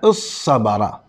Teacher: يجوز أن يقال اصطبر وأن يقال الصبر بقلب الطاء صادا وإدغام الصاد في الصاد